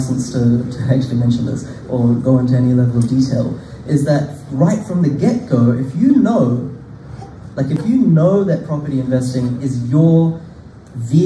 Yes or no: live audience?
yes